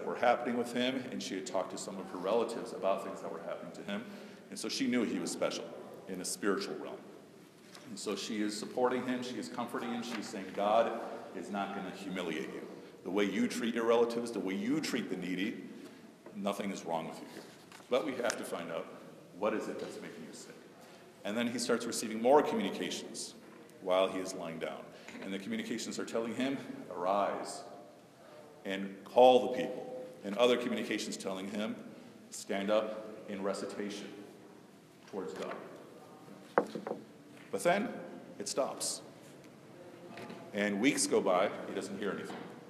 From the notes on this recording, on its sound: A brief talk at Oak Park Temple to an audience of Muslims and Jews.